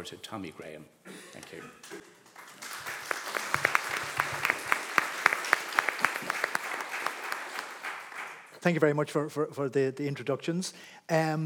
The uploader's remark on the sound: Recorded in the RDS Library as part of The Dublin Book Festival 2022